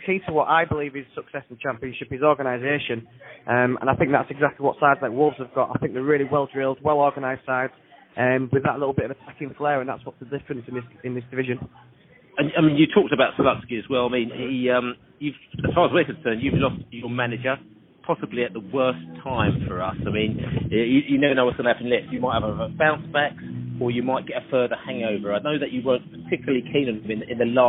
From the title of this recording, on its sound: Hull City pre-match podcast from the pub